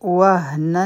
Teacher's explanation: دا ها چې ده دا د حلق د لاندې حصې نه ویلې کیږي کومه چې سینې ته نږدې ده